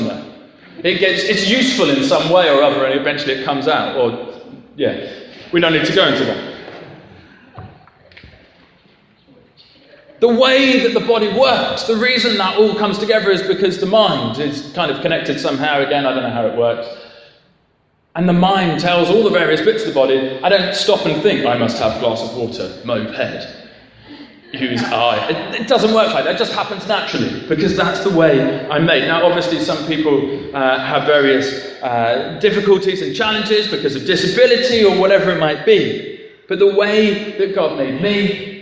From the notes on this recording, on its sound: Talk for the ecumenical worship and concert 'Better Together' at Harlington Baptist Church on 27th June 2015